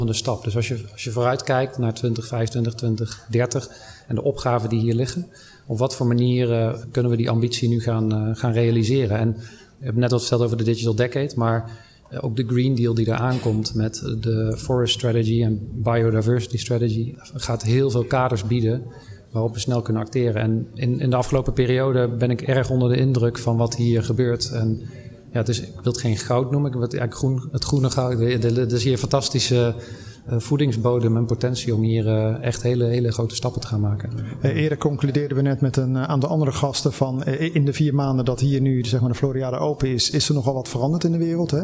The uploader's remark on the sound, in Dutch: Een van de events op de Floriade Expo-terrein vond plaats op 24 augustus: het Floriade Hub Café. Een live-radioprogramma vanuit de Green Innovation Hub in The Natural Pavilion met muziek.